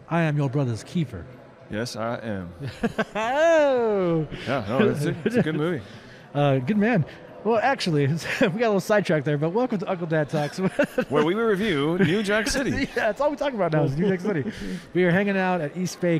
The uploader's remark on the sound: Live” at East Bay Comic Con. Come to you "live" once again from another great convention!